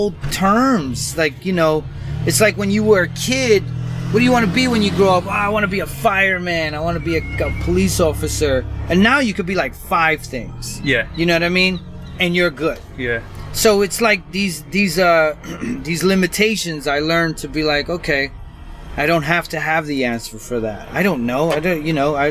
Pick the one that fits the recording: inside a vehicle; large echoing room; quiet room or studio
inside a vehicle